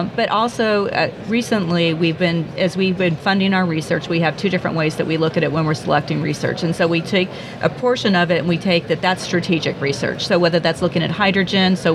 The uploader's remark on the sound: at the Gas Machinery Conference